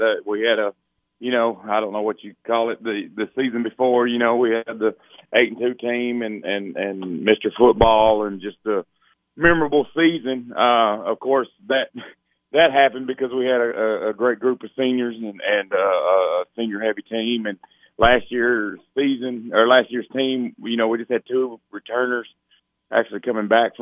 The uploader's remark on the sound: Coaches from around the Upper Cumberland hopped on the phone to preview their upcoming seasons'.